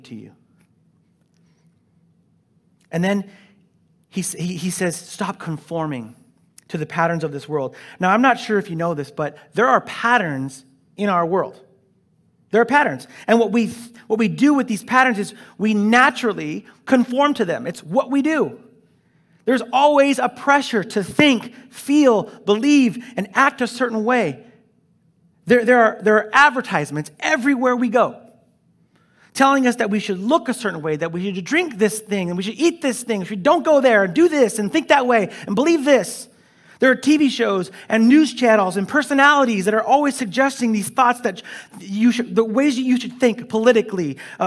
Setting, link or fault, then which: setting, large echoing room